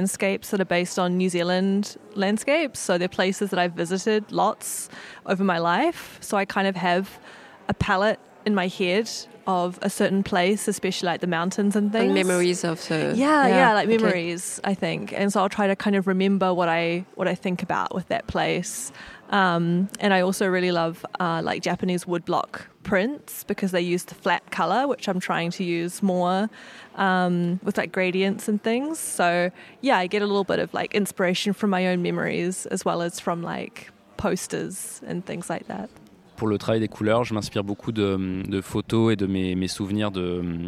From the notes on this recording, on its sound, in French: Festival International de la BD d’Angoulême 2024. Interview au Festival International de la Bande Dessinée d'Angoulême.